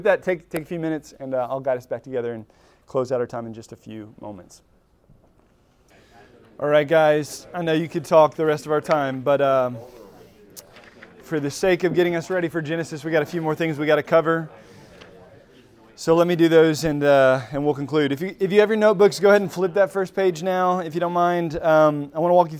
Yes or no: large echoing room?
yes